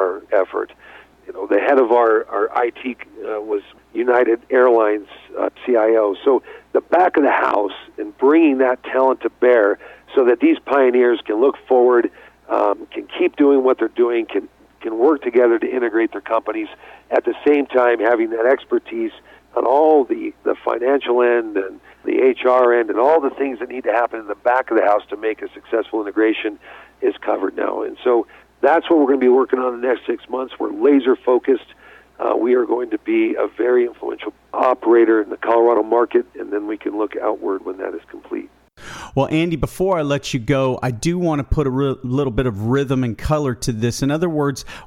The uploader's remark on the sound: called in to SmallCapVoice.